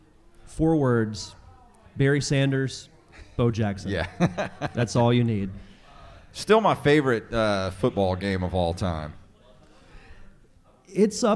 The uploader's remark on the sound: Live at The Wayward Kraken. Travel to The Wayward Kraken to host their first ever live podcast!